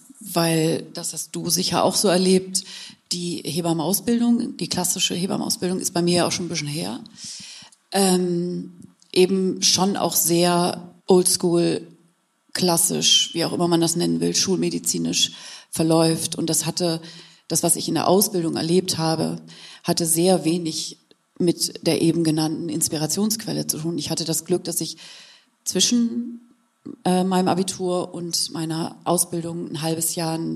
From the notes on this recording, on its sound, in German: Der Live-Podcast. Zum Buchrelease ein Event im Pfefferberg Theater gemacht.